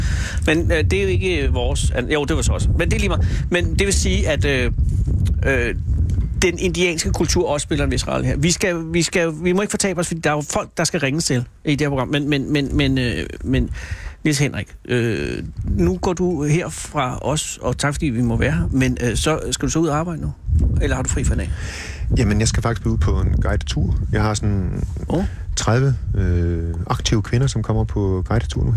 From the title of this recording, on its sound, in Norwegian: Live fra bisonfarmen